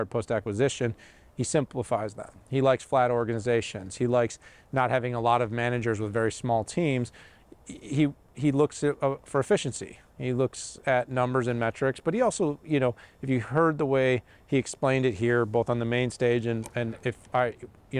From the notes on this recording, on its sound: Recorded at VMware Explore 2023 EU